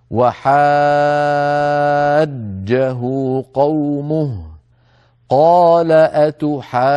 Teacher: هذه النون المشددة لا بد من تطويل غنتها أكمل ما تكون، لأن النون المشددة أو المدغمة غنتها أكمل ما تكون، يعني أطول ما تكون. · Term: تطويل الغنة